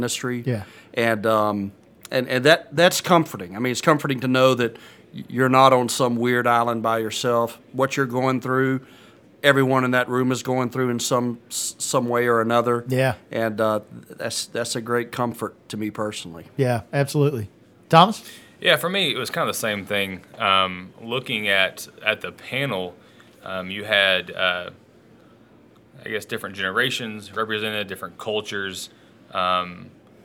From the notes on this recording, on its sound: attendees of the Young Leaders Panel at the Pastor's Conference and Arkansas Baptist State Convention